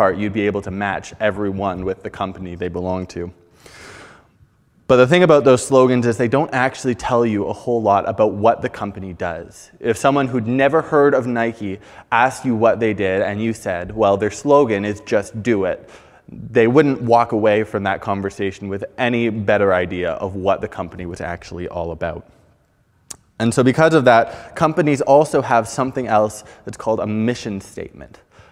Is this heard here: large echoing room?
yes